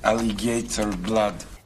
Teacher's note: Russian-speaking English will sometimes stick a little y sound in.